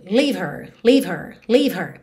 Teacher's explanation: esse som h, h, não apareça. Porque ele é um som muito fraquinho. Então, mesmo que eu quisesse fazê-lo, leave her, percebe que ele fica bem sutil.